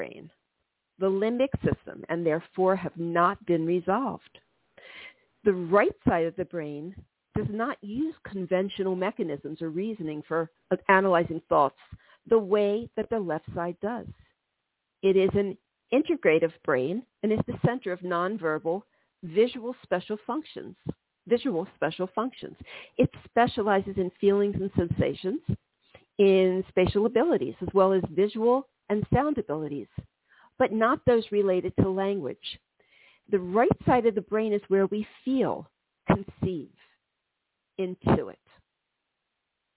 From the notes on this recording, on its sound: This is a call in show.